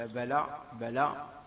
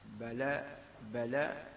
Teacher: التقليل بمعنى يعني فقط إنقاص، ما يكون للفتحة من انفتاح · Shown in: second take